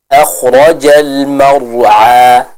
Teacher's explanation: Huruf Ain sendiri dia diucapkan dari tenggorokan bagian tengah.